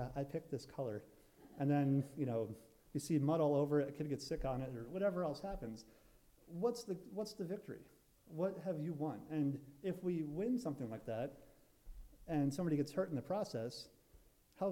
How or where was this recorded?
large echoing room